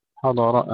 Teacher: تفخيم الضاد مع تحقيق فتحتها وكذلك الراء